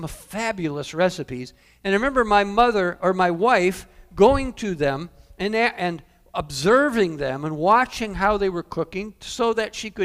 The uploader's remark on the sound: Calvary Assembly of God live Stream